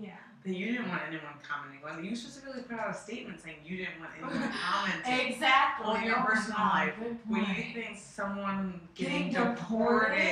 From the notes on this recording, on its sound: Technical difficulties to say the least but we got her done.